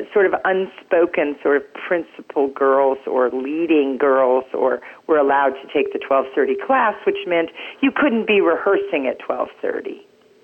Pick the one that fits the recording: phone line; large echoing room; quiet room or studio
phone line